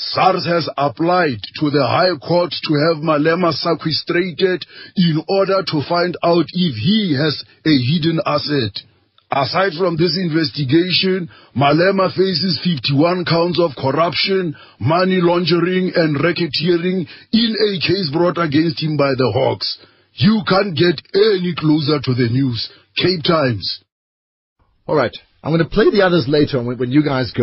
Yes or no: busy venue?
no